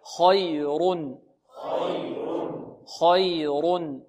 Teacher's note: لأنها من حروف خص ضغط قض، حروف الاستعلاء. والراء فخمت لماذا؟ لأنها مضمومة · Term: الراء المضمومة